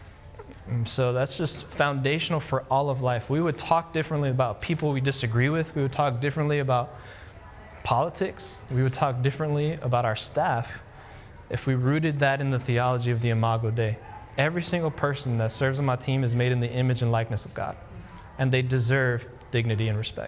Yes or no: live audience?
yes